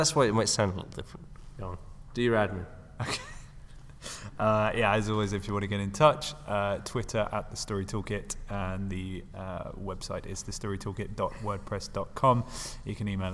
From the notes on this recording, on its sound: Recording at the McKee Story Seminar in London